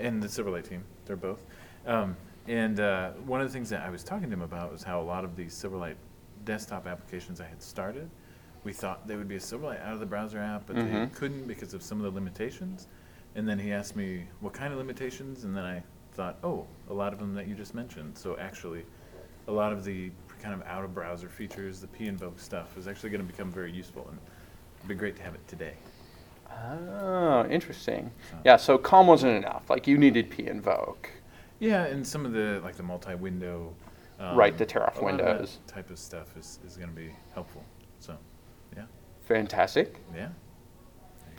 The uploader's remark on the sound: At the Silverlight 5 Firestarter, we were able to record a spectacular show with some Silverlight luminaries.